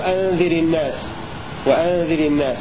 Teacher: ترقق الراء المكسورة كسرة عارضة وصلا نحو أنذر الناس وأنذر الناس لكل القراء.